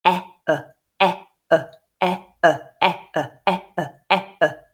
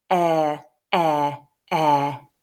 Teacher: So with air, for example, we're starting with that short, open eh, eh, eh, eh, and then relaxing the mouth as we make the sound to that neutral schwa position